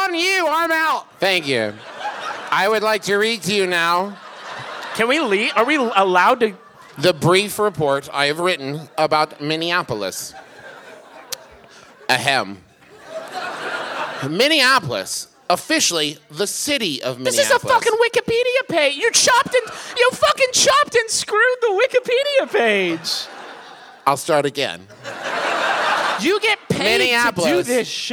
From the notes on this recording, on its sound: Here's our live show from this past weekend in beautiful Minneapolis!